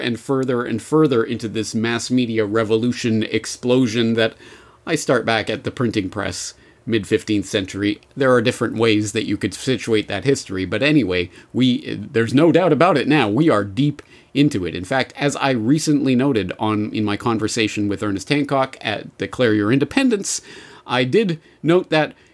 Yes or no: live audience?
no